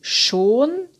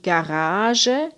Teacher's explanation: stimmloser Enge laut SCH wie schon, stimmhafter Enge laut SCH wie Garage